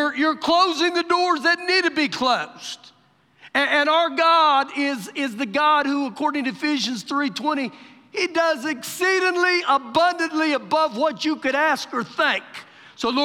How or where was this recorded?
live audience